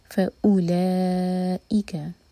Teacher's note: तो फा के बाद ओ कट ऑफ साउंड क्लियर और ला खींचने के बाद ई कट ऑफ साउंड क्लियर